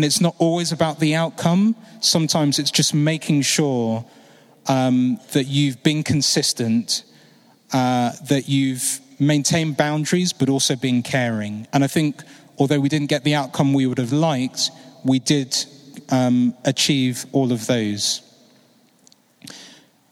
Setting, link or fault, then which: setting, live audience